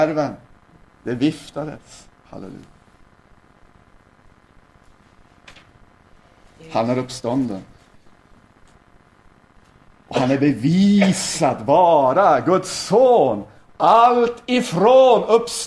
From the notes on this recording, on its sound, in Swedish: inspelad 16 februari 2010 kl 19 på Bällsta Missionscenter